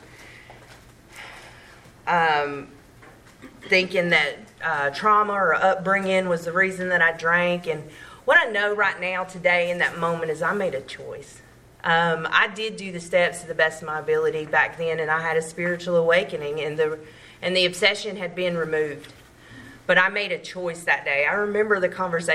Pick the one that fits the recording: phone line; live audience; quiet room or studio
live audience